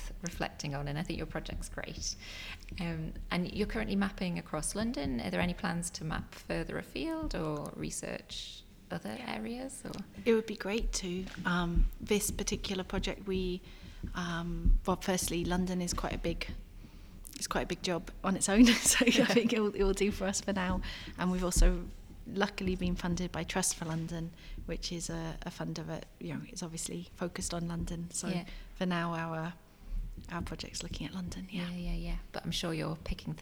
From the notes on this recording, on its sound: The episode was recorded at the Bishopsgate Institute in London during a childcare archive workshop day. On mic are participants involved in helping map the history of childcare in London.